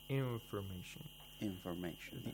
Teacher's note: The N is not pronounced completely. · Term: ikhfa